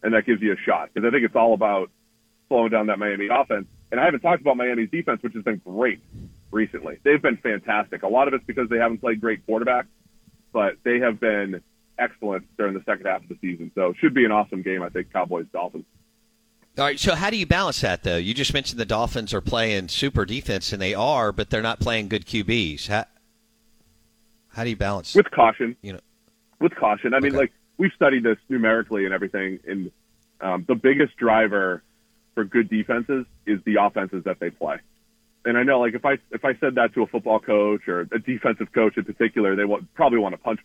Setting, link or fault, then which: link, phone line